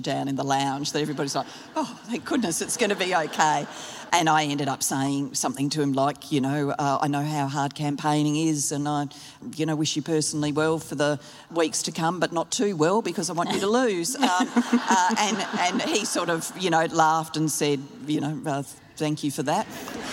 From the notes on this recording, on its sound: Live at the Sydney Writers' Festival. The event was recorded live by the ABC’s Compass program.